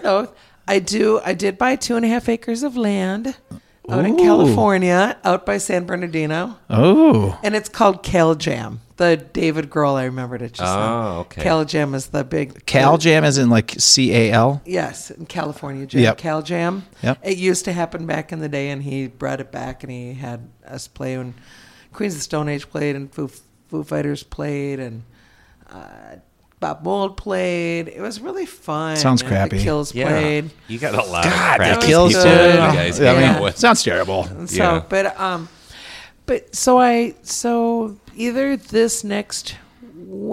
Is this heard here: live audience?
no